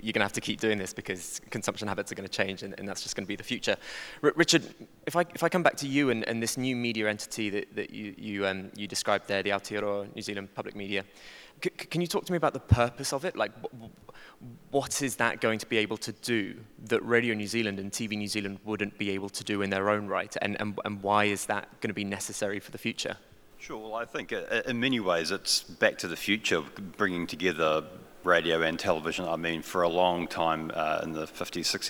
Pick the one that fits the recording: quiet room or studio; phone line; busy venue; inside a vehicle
busy venue